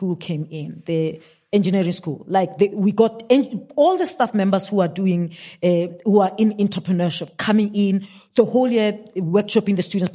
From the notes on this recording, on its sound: a live Q&A session with the audience.